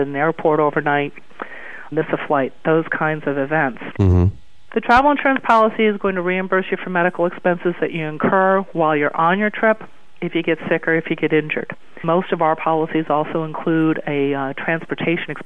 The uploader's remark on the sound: joins us on the phone from Martha's Vineyard, Mass.